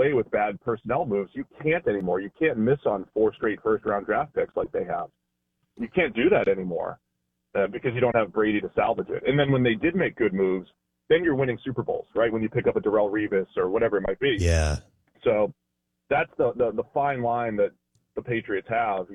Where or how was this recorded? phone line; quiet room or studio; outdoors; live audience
phone line